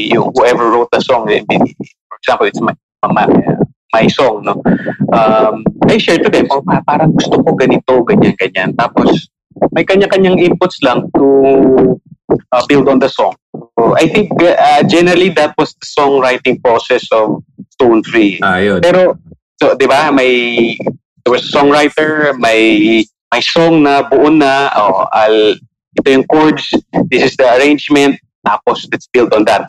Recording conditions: video call